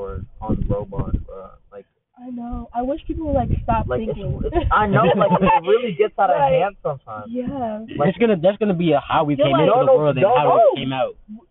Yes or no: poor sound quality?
yes